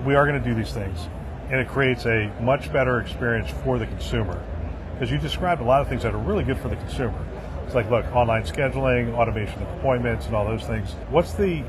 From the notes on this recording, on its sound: Today on the Conference channel, it’s an Interview in Action live from ViVe 2023.